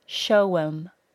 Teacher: Show plus them becomes show'em, with a distinct W sound between the words